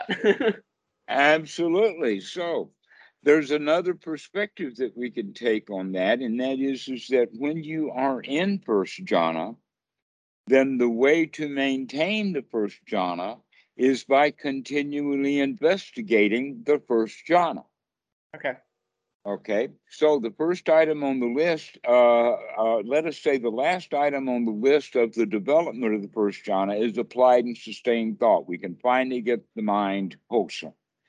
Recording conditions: video call